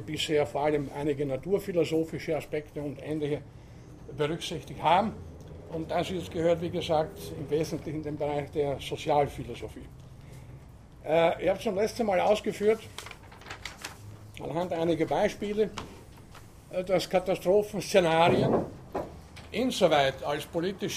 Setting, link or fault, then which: setting, large echoing room